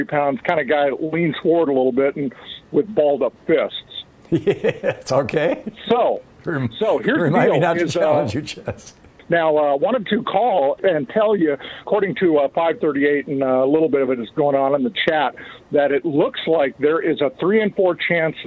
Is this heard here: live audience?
no